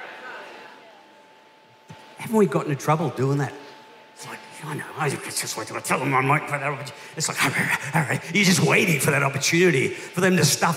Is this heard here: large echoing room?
yes